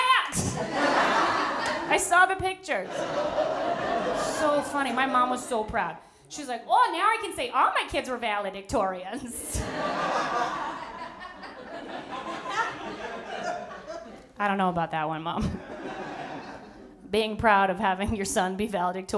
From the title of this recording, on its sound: With A Live Audience